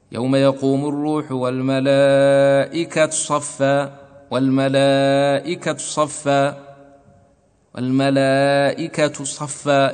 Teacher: الروم أن تأتي ببعض الحركة في التاء، يعني تخطف الحركة. يوم يقوم الروح والملائكة صفا، والملائكة صفا، والملائكة صفا، يعني لا تأتي بضمة كاملة وإنما تأتي ببعضها.